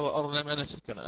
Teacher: إذا كانت الراء على كسرها في أرنا وأرني وهكذا، يقرأ حينها الراء بالسكون · Term: بسكون الراء